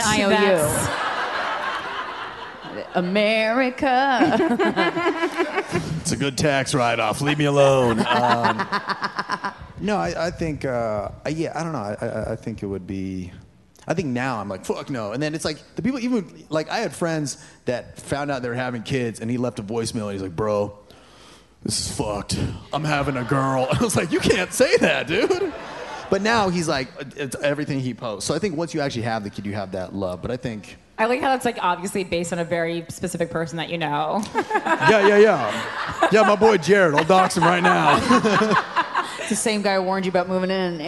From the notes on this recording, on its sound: LIVE FROM MOONTOWER COMEDY FESTIVAL! The duo lends advice to members of the audience.